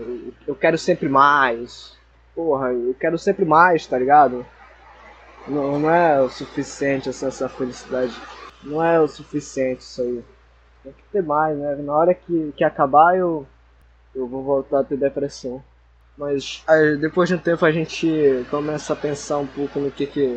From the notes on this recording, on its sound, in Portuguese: Mais uma vez, desculpa a qualidade do áudio.